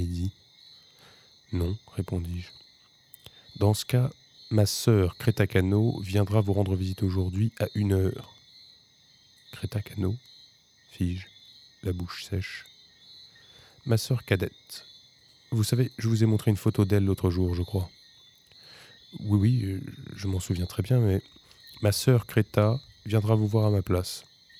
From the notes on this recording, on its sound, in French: Enregistrement nocturne en extérieur.